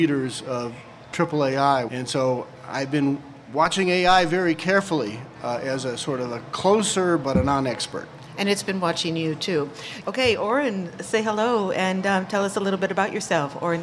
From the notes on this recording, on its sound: Recorded before a live audience at the Seattle meeting of the American Association for the Advancement of Science.